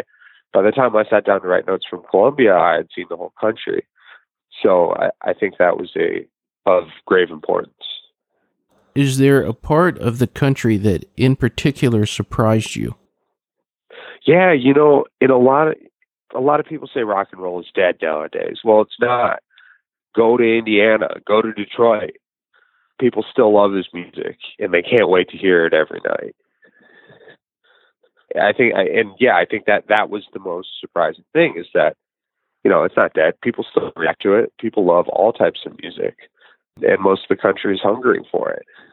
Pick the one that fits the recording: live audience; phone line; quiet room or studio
phone line